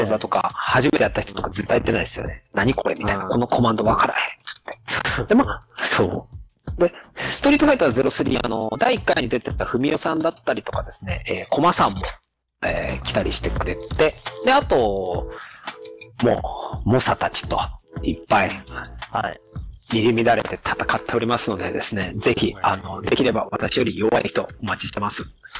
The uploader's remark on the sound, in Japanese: 今回は音質が非常に悪く、プチプチ音を抑制すべく加工を施しております。